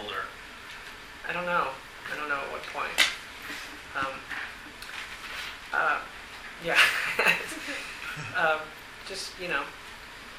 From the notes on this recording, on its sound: Here’s an audio interview conducted in a room full of reporters. While all 15 of us got to ask 2 questions each.